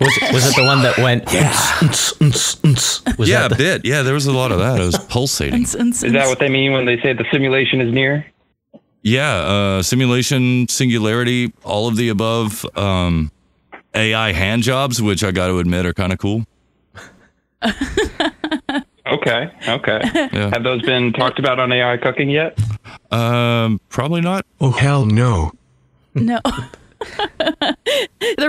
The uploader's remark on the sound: Are live after No Agenda, they take your calls live for the 5 minute limit.